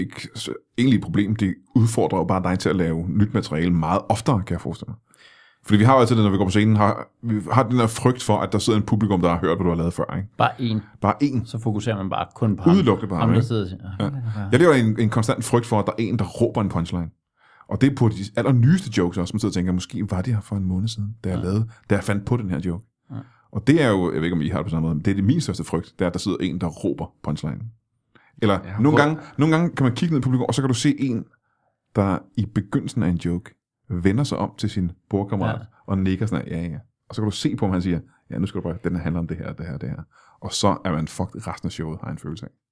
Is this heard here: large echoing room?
no